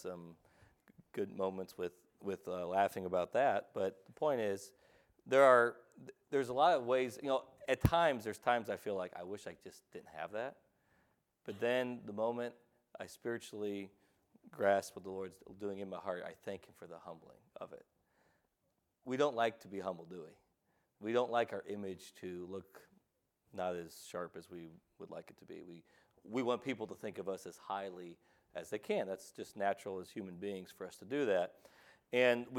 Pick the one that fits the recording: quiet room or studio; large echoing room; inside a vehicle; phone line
large echoing room